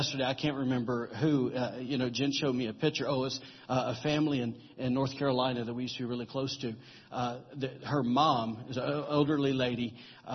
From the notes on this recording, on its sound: recorded during Sunday morning service at Celebration Life Family Church on Sunday, June 4, 2017.